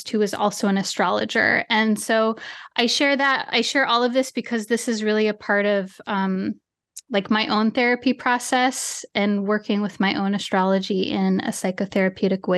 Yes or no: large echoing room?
no